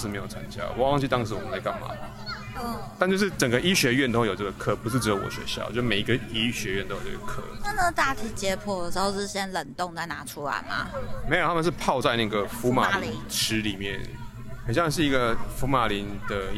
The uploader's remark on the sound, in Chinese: 本集在戶外錄音